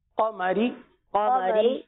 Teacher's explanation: रा को बारीक पढ़ा जाएगा